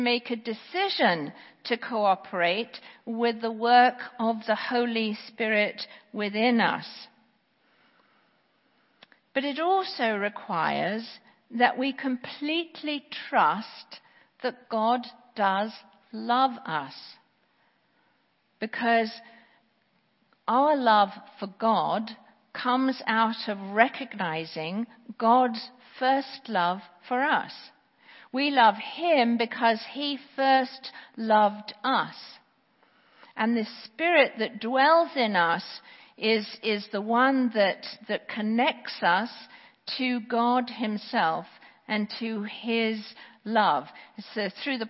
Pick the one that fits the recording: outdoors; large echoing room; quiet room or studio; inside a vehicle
large echoing room